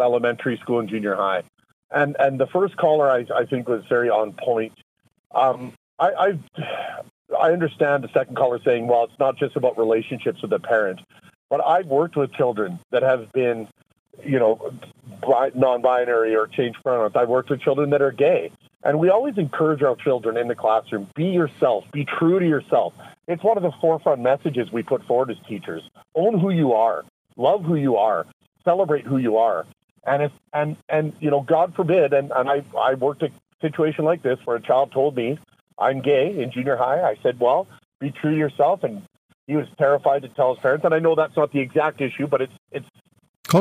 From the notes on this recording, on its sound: takes to the phones to hear your thoughts